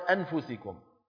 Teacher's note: واحد بدل ما يقول أنفسكم قال أنفسكم، أنفسكم أظهر النون، هذا لحن خفي